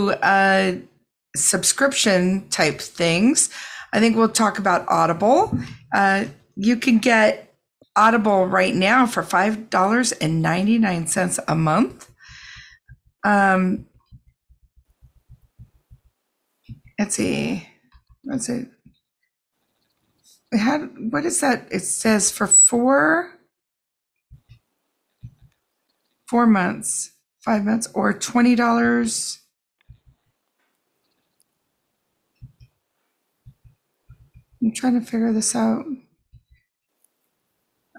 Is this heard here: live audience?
no